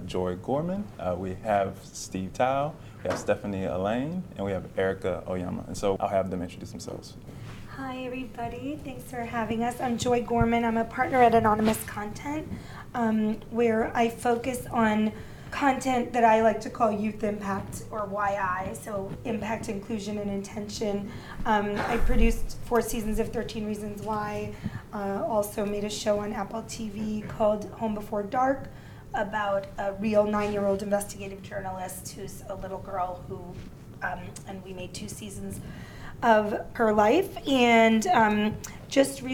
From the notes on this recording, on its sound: This episode is adapted from the Storytelling for Gen Z and Gen Alpha panel at the Authentic and Inclusive Representation Summit that took place in October 2021.